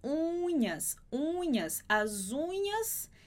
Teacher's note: o som que a gente faz em português quando fala unhas, sai um som bem no nariz, nesse U.